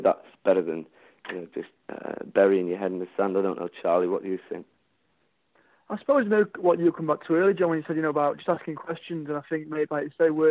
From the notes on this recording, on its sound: Over the phone.